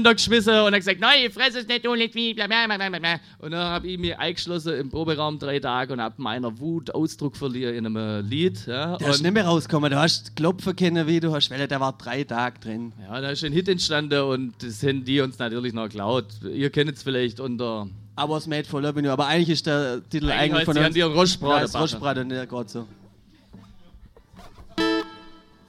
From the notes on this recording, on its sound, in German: Live en dr Mini Music Bar en Leonberg.